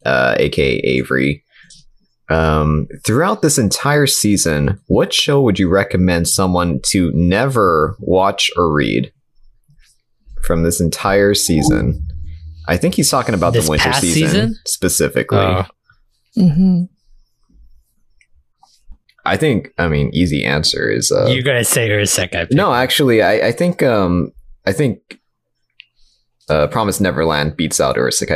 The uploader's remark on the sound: Sorry for the audio clipping, still trying to figure out the recording software and where the problem is